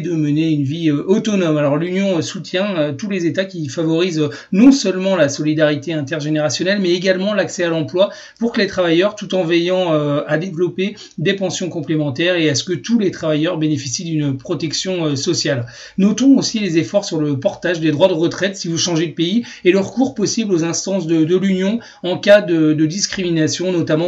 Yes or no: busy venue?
no